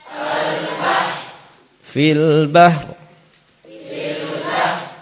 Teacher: kalau di permulaan jadi hamzahnya dibaca, tapi kalau di tengah hamzahnya dihilangkan, lamnya terus dibaca